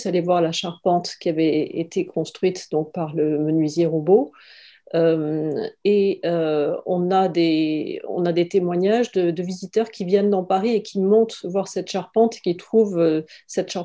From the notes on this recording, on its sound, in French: Intervention enregistrée sur Zoom. Dans le cadre du séminaire consacré à la restauration de Notre-Dame de Paris.